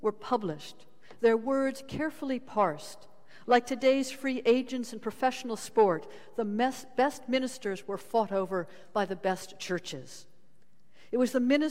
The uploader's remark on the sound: Sermons from Old South Church in Boston